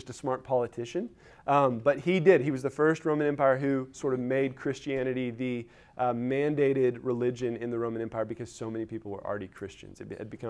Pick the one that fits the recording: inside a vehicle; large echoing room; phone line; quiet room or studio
large echoing room